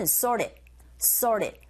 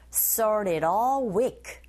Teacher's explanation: RT 보시면 이 소리 자체가 모음 사이에 껴있어요. 이런 경우에 R 소리로 전환이 됩니다. 플립 현상에 의해서. 그래서 우리에게 들리는 소리는 sorted, sorted.